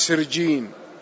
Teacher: ويقال له السرجين بالجيم، يعني بعضهم لما عربها أبدل القاف إلى جيم فقال سرجين